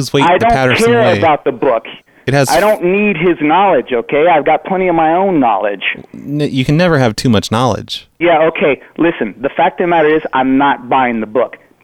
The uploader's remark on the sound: Prank Phone Calls